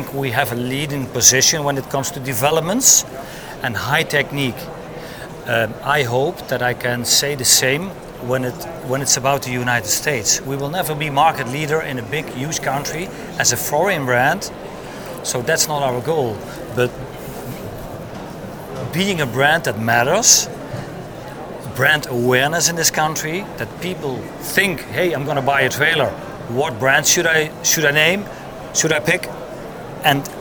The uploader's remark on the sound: LIVE FROM NATDA SHOW IN NASHVILLE